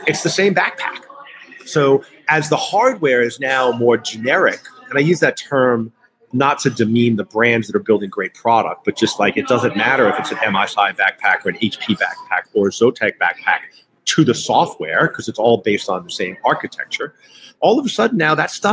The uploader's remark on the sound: Live at the AAMA Annual Meeting. LIVE from AAMA Annual Meeting and Gala, where all the amusement manufacturers gather each year to showcase their new products to distributors.